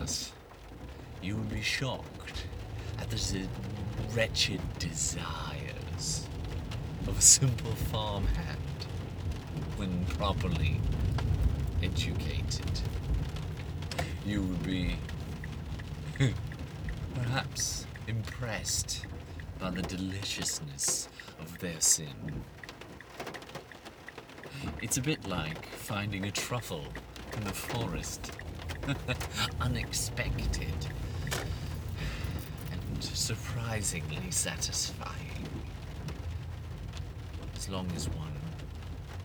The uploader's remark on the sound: sorry for quality (in a car driving)